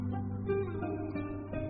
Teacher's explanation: 这里的 W 是不咬唇的圆唇突出的 W